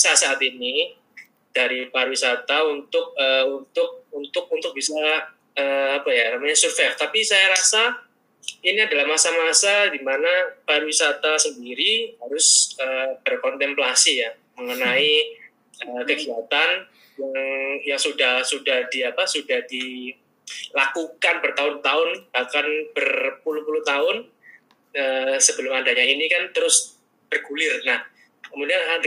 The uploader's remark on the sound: LIVE Instagram